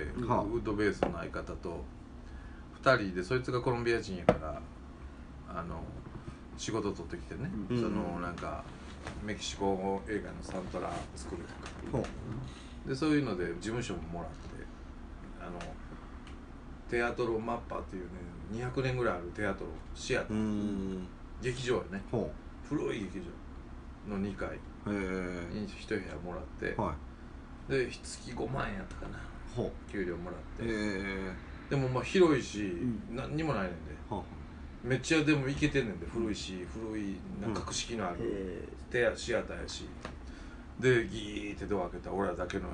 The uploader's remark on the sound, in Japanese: 神戸、SPACE DOG!RECORD(お店)より。